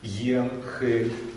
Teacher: Ай переходит в долгий э. Ай в э. Как будут эти два слова писаться? · Term: слиянием дифтонга